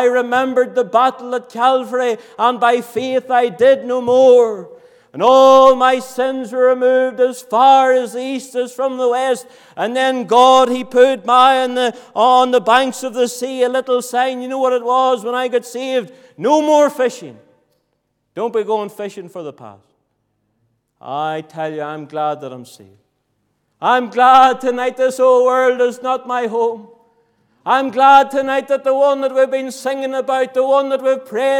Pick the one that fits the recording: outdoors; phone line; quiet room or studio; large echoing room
large echoing room